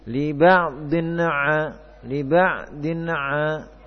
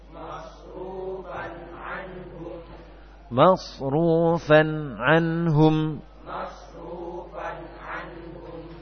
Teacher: ketika antum membaca fan, itu lidahnya tetap nempel sampai kita siap untuk mengucapkan ain. · Shown in: second take · Kalau belum siap atau suaranya masih ada, kita pindah, maka terjadi pantulan pada huruf nun. · Term: izhar